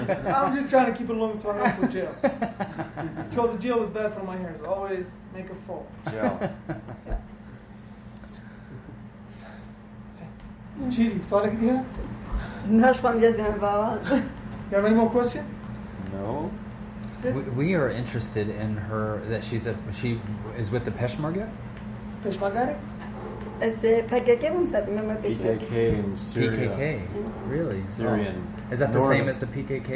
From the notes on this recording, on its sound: live unedited interview from the field